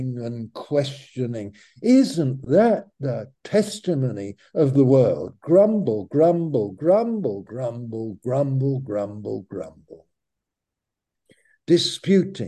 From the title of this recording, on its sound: Malaysia Meets (Zoom)